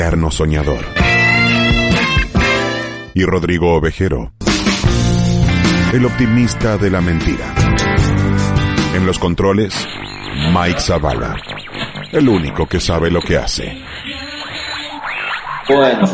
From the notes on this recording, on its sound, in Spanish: La pandemia nos vuelve a alejar de los estudios, sin embargo, siendo martes, no queriamos dejar pasar la oportunidad de realizar un zoom